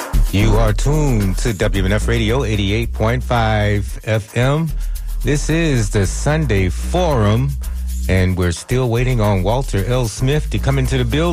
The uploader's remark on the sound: unique magazine format call-in show